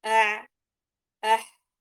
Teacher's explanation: لو وضعت يدك على منطقة الحلق ستجد المنطقة تهتز اللي هي وسط الحلق، أع أح، أنت بتشعر فيها إنه العين أبعد قليلا من الحاء، والحاء هي الأقرب قليلا.